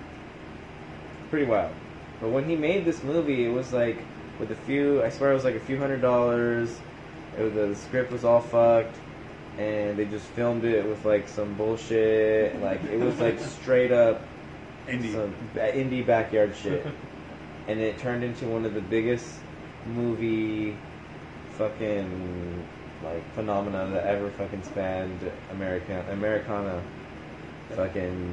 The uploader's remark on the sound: Recorded off of a phone. We had two silent guests who wanted to observe the podcast!